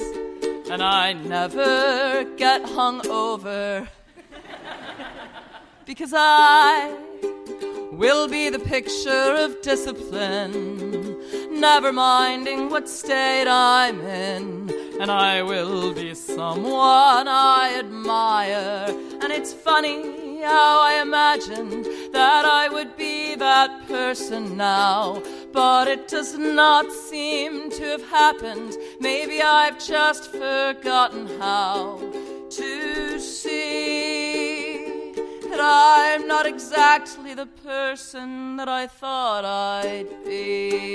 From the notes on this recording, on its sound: Dear Sugar: Live In Cambridge. In front of a live audience at First Parish Church in Cambridge, Massachusetts.